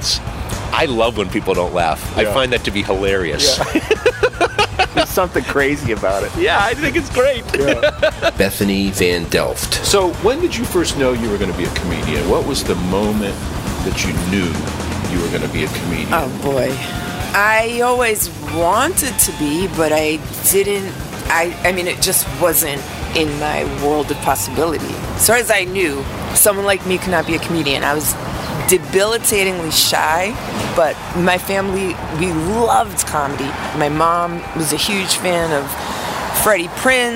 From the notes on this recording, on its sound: the walking and talking podcast